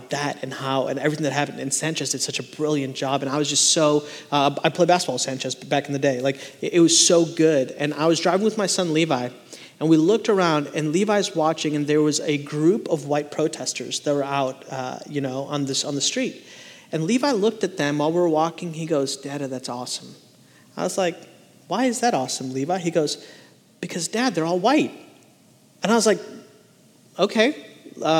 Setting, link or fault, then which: setting, large echoing room